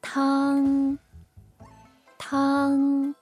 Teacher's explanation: First, tang, first tone, meaning soup in Mandarin Chinese. The first tone has the highest pitch and keeps flat till it ends.